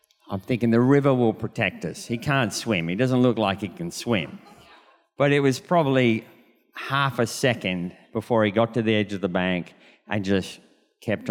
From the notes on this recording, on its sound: This was recorded in our 9am service on Sunday, the 20th of November 2022